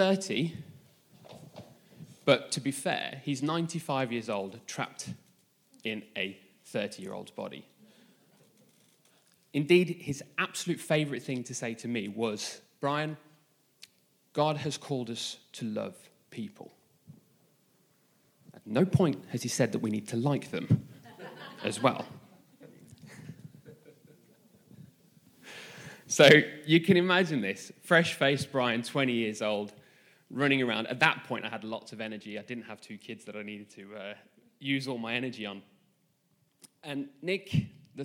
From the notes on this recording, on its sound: This message was recorded live at our Malmö Gathering on Sunday, July 9th, 2023.